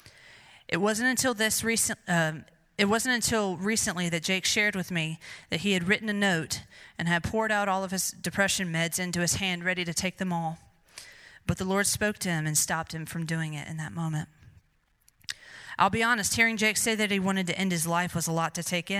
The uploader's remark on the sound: Recorded live at Celebrate Recovery at Brushy Creek Baptist Church in Taylors, SC.